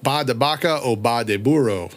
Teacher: they actually pronounce V and B the same. They pronounce them both ba.